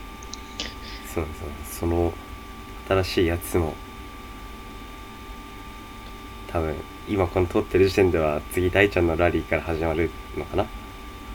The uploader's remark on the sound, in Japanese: 雑音にご注意を